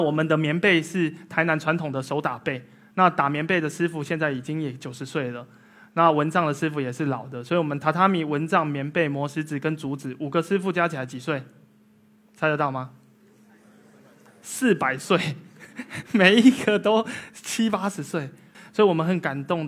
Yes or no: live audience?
yes